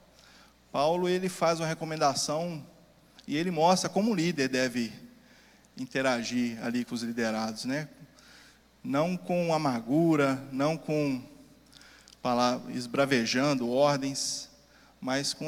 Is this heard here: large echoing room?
yes